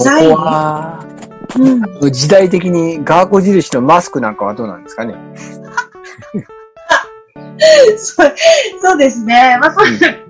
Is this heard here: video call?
yes